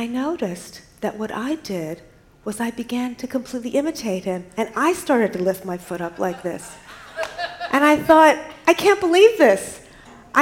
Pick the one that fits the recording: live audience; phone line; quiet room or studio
live audience